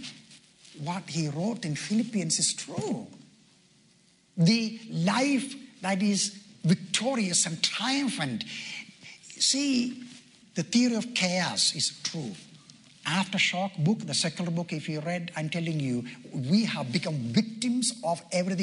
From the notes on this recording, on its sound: delivered at a Pastor’s Conference